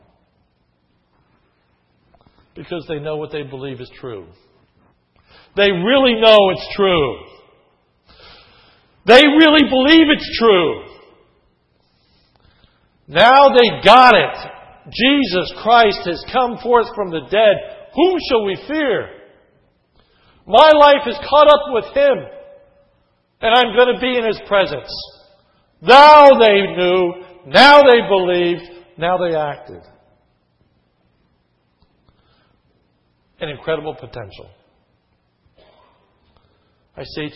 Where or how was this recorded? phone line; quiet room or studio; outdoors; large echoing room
large echoing room